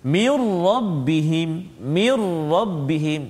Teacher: masukkan bunyi nun ke dalam ra tanpa dengung · Term: idgham bila warna